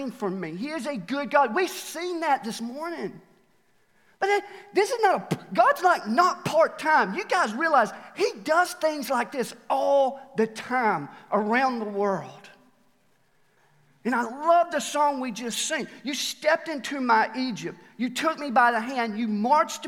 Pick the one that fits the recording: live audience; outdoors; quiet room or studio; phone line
live audience